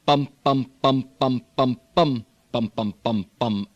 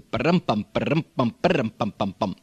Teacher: Standard American English pattern, where every one of the syllables tends to take a stress or an emphasis · Shown in: first take · Term: strong and even